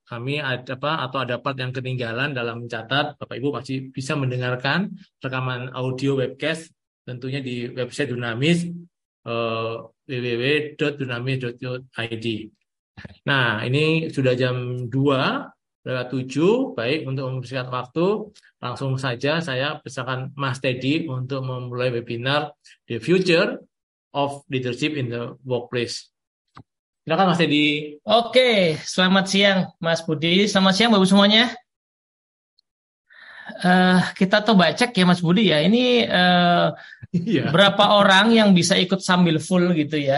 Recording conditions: video call